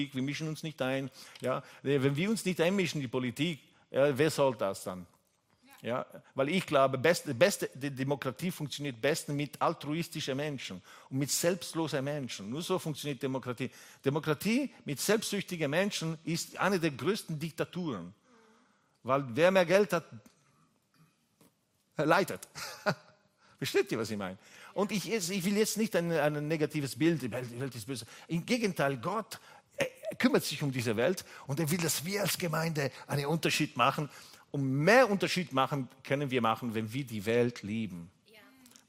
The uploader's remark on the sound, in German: Gottesdienst live aus der LIFE Church Wien.